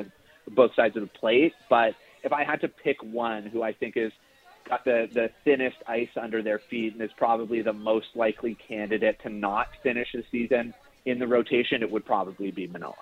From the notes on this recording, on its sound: LIVE at Rogers Field at Nat Bailey Stadium